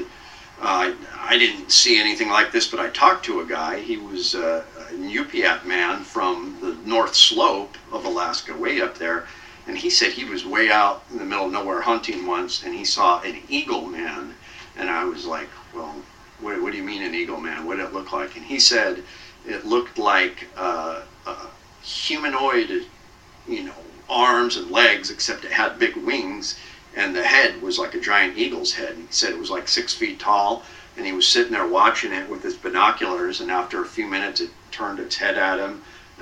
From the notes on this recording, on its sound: AUDIO QUALITY WARNING: Not the best audio.